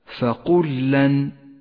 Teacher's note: اللام الأولى ساكنة والثانية متحركة ندغم اللامين ببعضهما فتصيران لاما واحدة مشددة · Term: إدغاما متماثلا